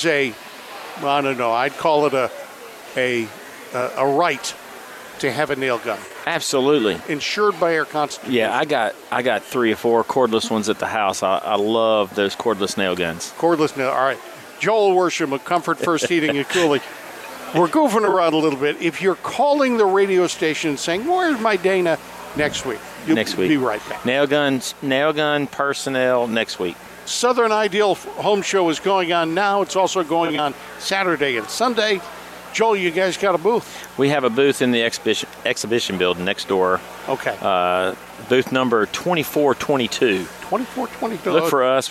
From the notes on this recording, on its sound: Live from the "Southern Ideal Home Show"